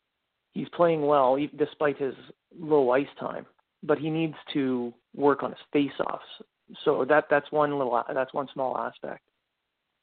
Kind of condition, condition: link, phone line